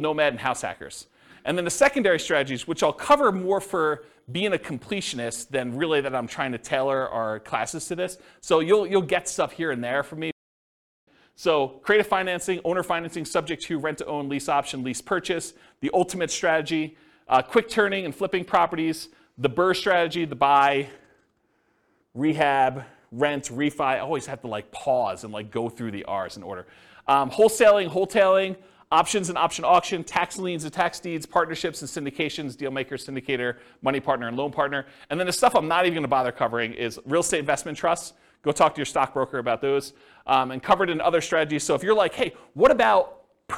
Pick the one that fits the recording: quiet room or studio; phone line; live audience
live audience